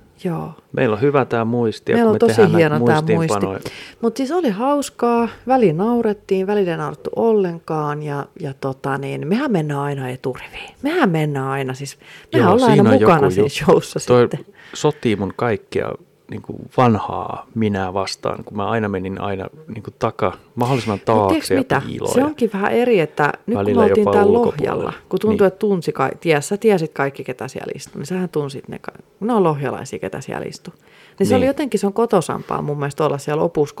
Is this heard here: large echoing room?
no